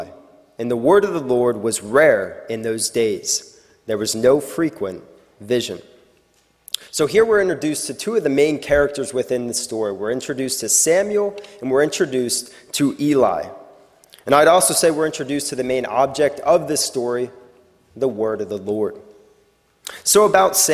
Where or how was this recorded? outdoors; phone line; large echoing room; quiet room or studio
large echoing room